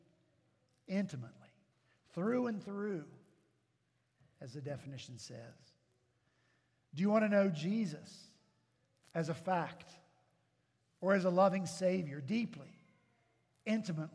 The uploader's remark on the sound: At Redeemer Presbyterian Church in Charleston, SC